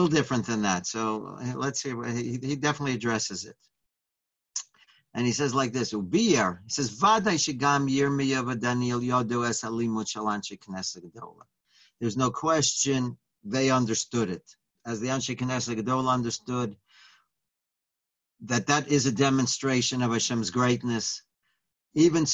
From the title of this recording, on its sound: Live On Zoom